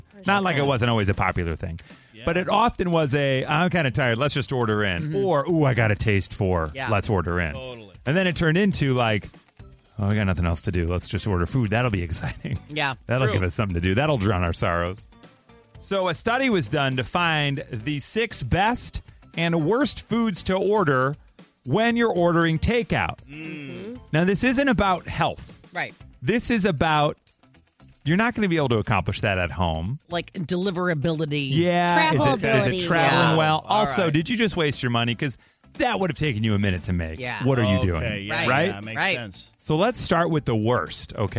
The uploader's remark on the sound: Mixers called